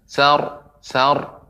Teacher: jadi pengucapan sa kemudian roknya ditebalkan